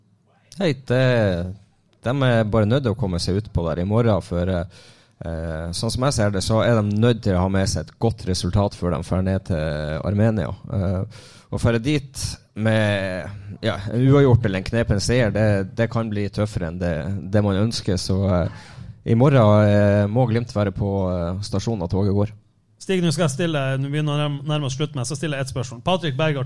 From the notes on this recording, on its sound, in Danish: Live fra Sportsbaren. Ny livepod fra Sportsbaren.